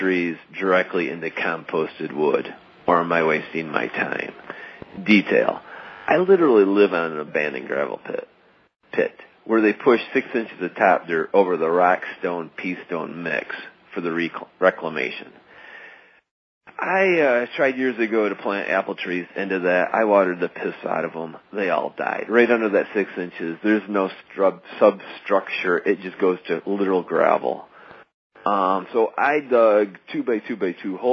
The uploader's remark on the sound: Listener Calls